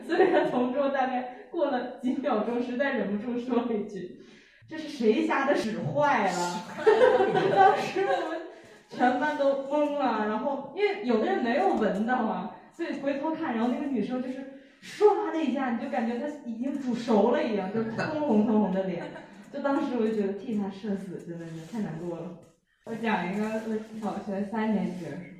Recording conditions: poor microphone